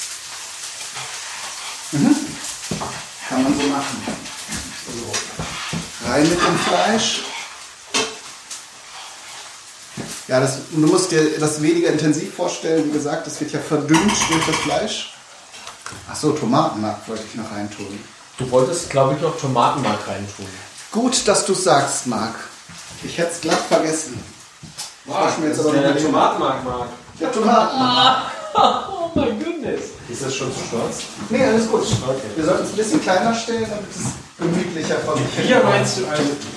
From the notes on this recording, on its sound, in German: mit Aufzeichnungen der Aktionen, die ich auf dem diesjährigen Podstock-Festival gemacht habe